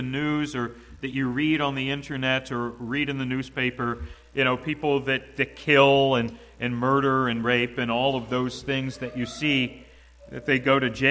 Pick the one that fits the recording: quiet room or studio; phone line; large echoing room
large echoing room